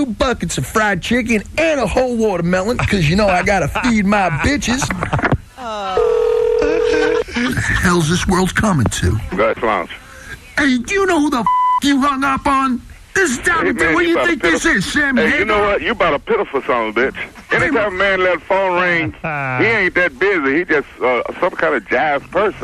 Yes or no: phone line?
yes